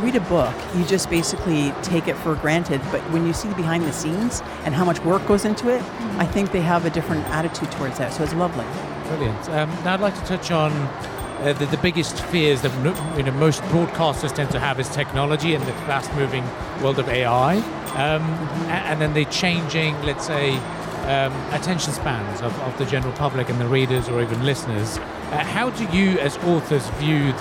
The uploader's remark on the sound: Live from SIBF